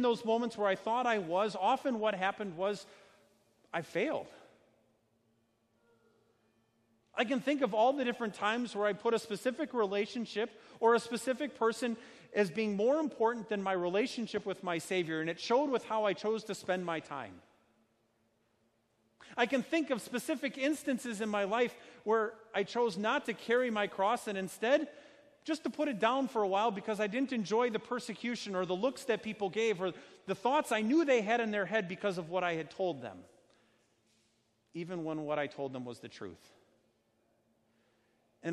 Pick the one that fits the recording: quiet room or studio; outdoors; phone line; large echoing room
large echoing room